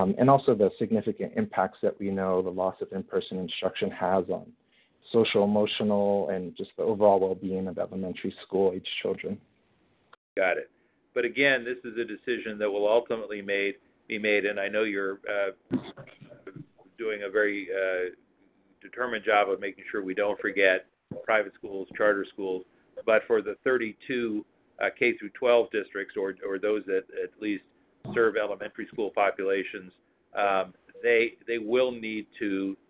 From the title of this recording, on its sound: Telephone Town Hall July 19th